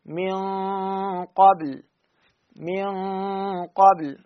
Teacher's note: القاف من مخرجه من أقصى اللسان بالأخير أقصى اللسان ويرتفع · Term: الإخفاء